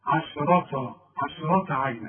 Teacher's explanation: وإذا قلت لي ع هتقول لي على التيه طا، عشرة عشرة عينا. لا، رقق للعين، رقق للشين، فخم للراء، رقق للتاء المربوطة.